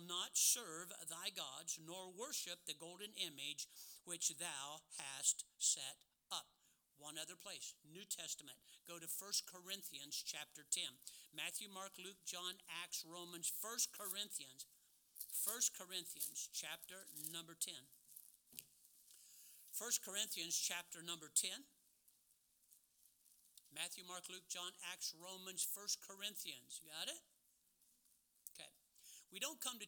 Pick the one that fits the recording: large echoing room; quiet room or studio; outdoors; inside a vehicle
large echoing room